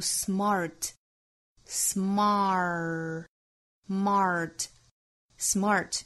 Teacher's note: 美音之中读 smart, smart,smart, smart,有一个卷舌音